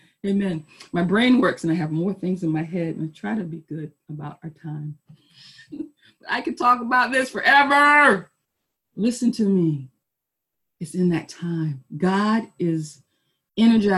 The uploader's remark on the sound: Our Zoom streamed service